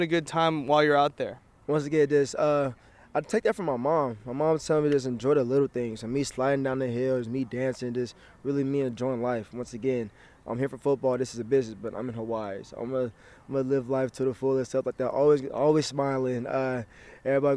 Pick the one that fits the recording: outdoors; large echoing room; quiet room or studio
outdoors